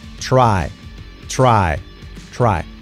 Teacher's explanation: La I al final se acaba con una E